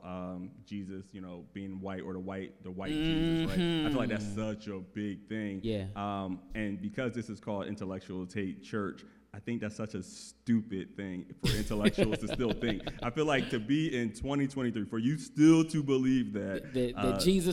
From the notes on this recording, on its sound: In front of a live audience